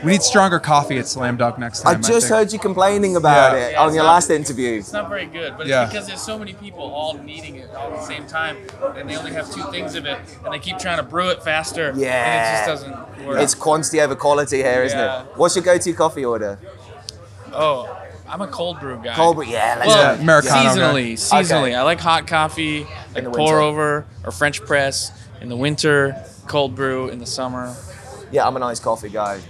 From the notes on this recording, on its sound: We ventured out of the studio for the first time and into the field as we covered Slam Dunk Festival 2023.